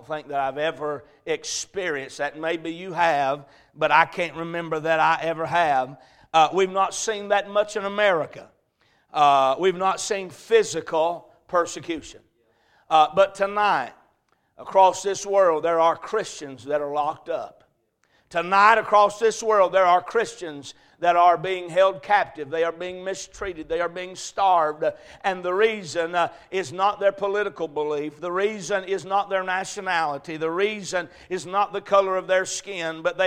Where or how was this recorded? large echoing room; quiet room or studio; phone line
large echoing room